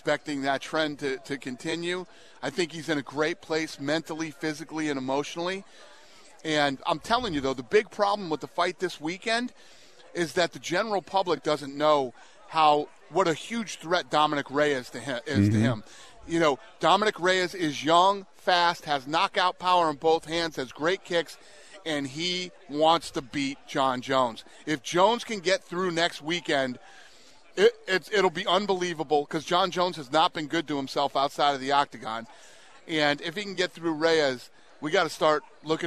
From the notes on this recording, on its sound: from Super Bowl Radio Row in Miami